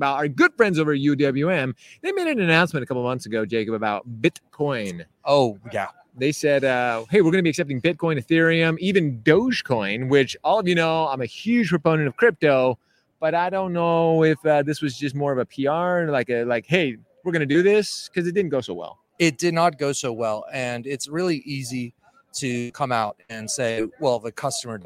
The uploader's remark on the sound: We're coming to you LIVE from the MBA Annual event in San Diego!